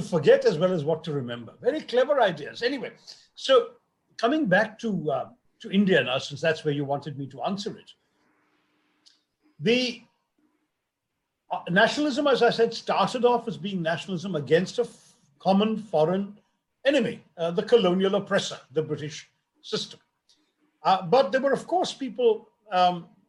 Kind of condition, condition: link, video call